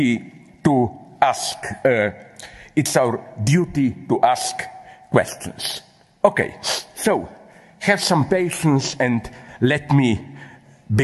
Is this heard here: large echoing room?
yes